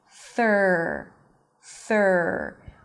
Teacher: To make this syllable, bring the tongue out for the th. It's a soft th sound, release air. And then pull the tongue in for the r sir directly. · So it's kind of like you disregard the vowel that is there. There is no vowel, it's just a TH pulling in for an R.